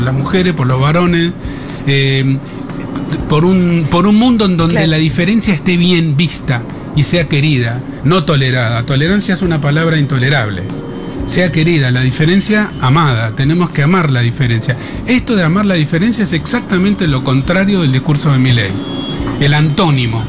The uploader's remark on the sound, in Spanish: Segurola en vivo en Yunta Bar. Futurock FM.